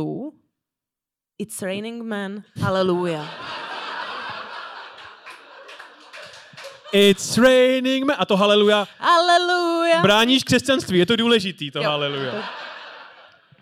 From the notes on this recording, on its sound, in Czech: Hodina dějepichu LIVE. Tentokrát vám přinášíme záznam z live vystoupení Hodiny dějepichu v pražském Rock Café o dobývání Vídně.